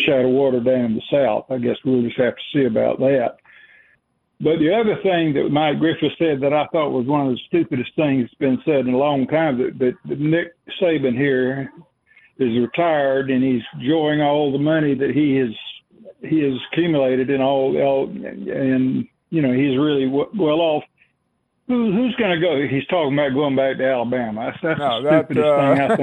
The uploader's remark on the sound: of course we take more of your phone calls.